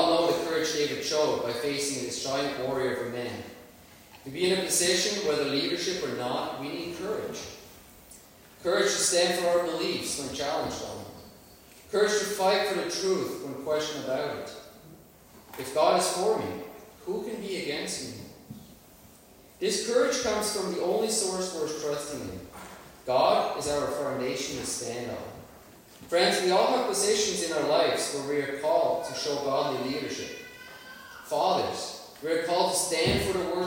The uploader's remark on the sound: Worship Service. Sorry for the poor sound quality.